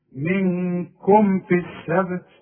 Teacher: اظهار الميم اللي عليها السكون اقفل فيها شفايفك اظهرها